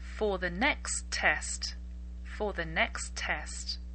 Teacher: Also, on this same sentence, we have the two words next and test. Next ends in T. Test begins with T. So the two words become one.